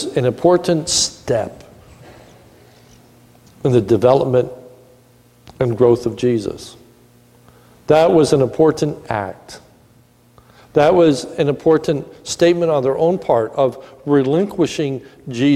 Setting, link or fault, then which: setting, large echoing room